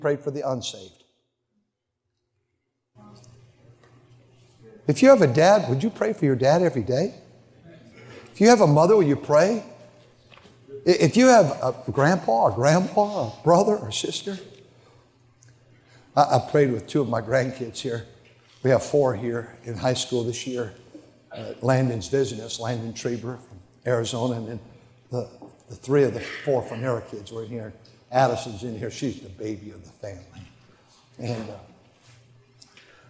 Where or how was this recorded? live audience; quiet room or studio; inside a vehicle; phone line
live audience